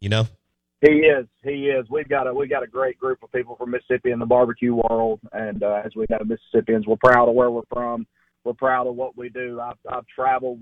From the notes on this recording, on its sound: In the final hour of the show live in the BankPlus Studio. Joins the show on the Farm Bureau guest line live from the Mississippi Delta.